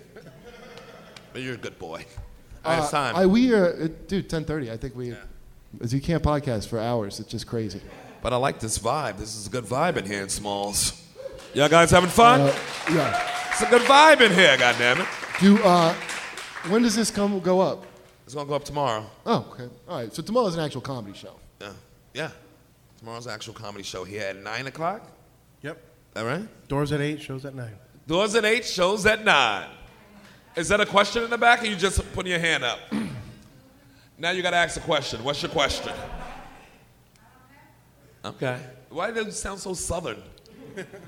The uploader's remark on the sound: live at Small's Bar in Detroit!